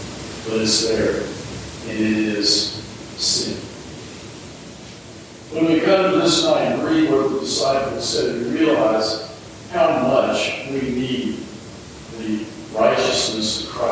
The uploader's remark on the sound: Though the audio isn&apos;t quite as good as normal. Though the audio isn't quite as good as normal, we still wanted to offer this up for everyone to be able to reflect on the importance of the day.